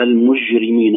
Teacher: ولا بد يقولون مقدار حركتين، مقدار من طبعا نقول إن المجرمين وليس إن المجرمين أو إن المجرمين هكذا، حتى لا تضيع حركة من الكلام، لأن النون المشددة هي حرف مضاعف في مقدار زمن حرفين. المجرمين القلقلة في الجيم مع مراعاة الشدة